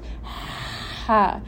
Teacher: this blowing of the hot air is the sound of the letter Ha. So you're just going to use the middle of your throat.